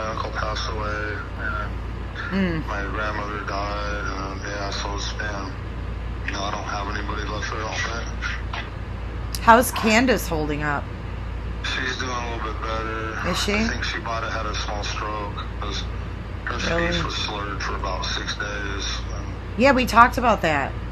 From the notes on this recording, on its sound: Phone calls.